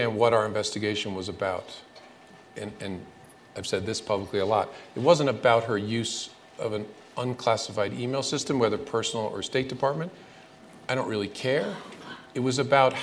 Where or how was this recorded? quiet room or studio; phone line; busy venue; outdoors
busy venue